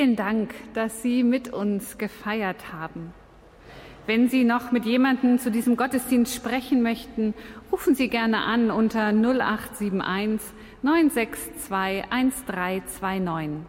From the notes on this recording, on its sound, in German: Live-Gottesdienstübertragung aus der Christuskirche in Landshut